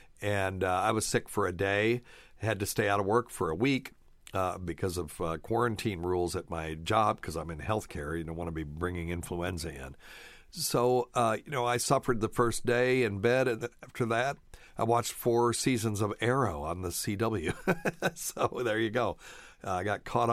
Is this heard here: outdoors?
no